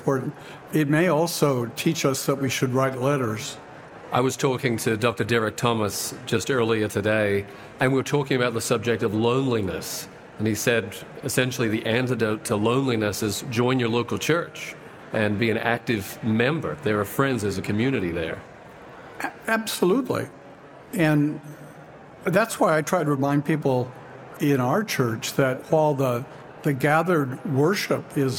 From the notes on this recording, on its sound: Recorded at our 2023 Ontario Conference